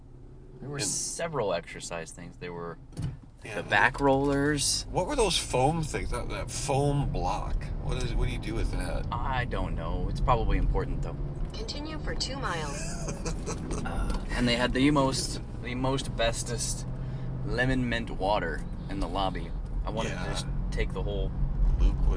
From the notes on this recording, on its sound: Car Chronicles. Jump in the car. They're on the way BACK to Indiana from Georgia. Ignore the road noise.